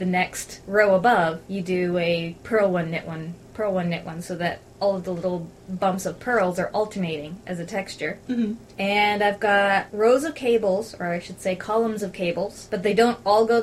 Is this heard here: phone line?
no